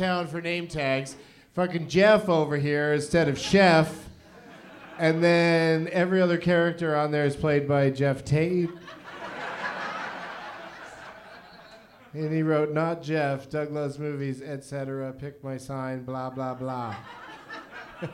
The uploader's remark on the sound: Live from Go Bananas Comedy Club in Cincinnati